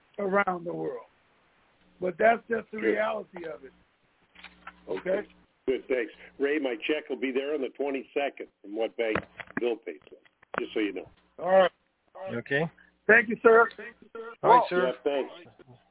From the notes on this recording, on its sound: TNTSuperfantastic Conference Call